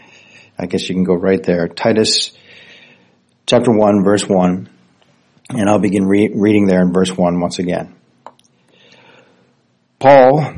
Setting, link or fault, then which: setting, large echoing room